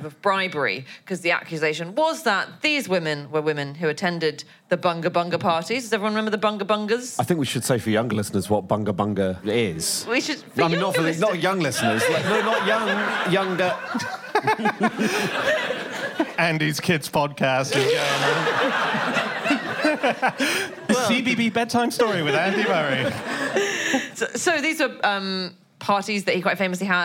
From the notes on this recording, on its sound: live from the Soho Theatre